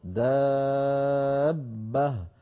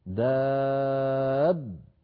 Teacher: الأول هو الألف والثاني هو الباء الأولى المدغمة في الباء الثانية داب، فاجتمع ساكنان في وسط الكلمة وهذا جائز لأن الحرف الأول حرف مد.